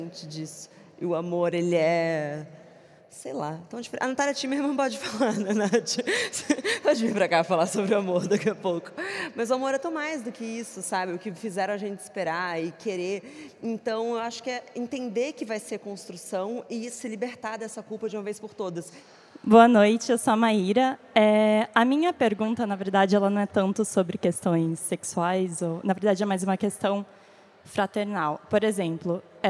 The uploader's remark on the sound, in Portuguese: Episódio ao vivo. Conversa ao vivo, diretamente do State, em São Paulo.